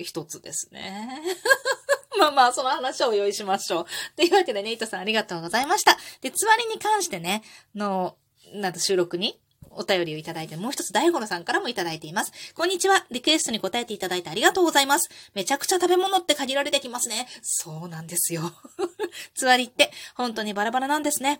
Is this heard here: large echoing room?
no